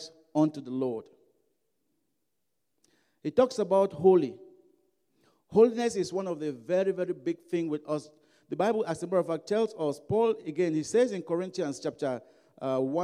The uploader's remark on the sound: during African Worship at Broadway Baptist Church, Lexington, Kentucky